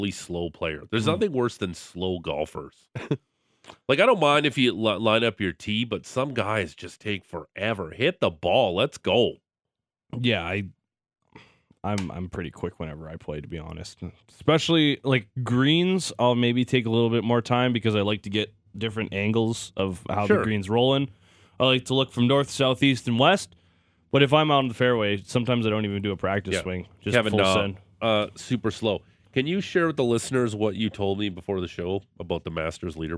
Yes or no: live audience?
no